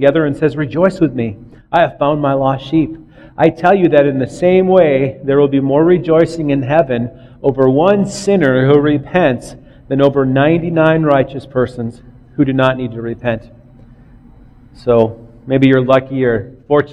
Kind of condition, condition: setting, large echoing room